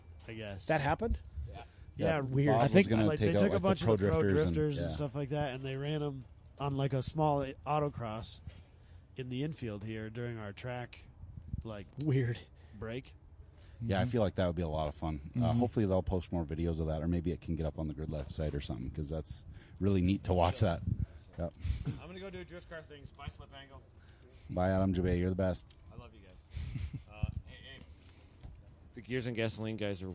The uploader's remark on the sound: At #GRIDLIFE Alpine Horizon Festival